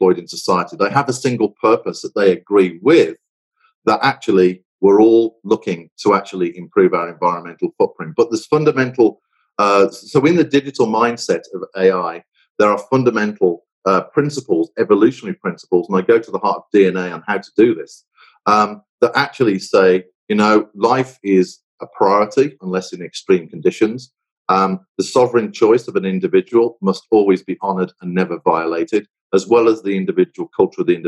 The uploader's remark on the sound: The audio for this episode is taken from a recent Crestcom Webinar: Leadership in the Age of Artificial Intelligence.